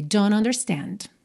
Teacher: Aqui ignorou o T de don't e juntou direto no N.